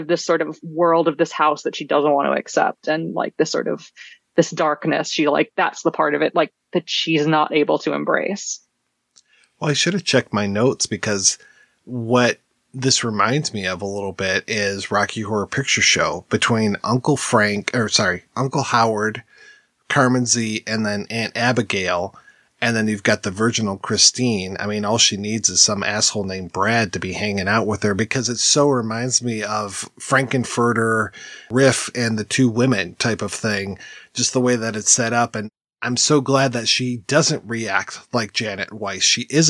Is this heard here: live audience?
no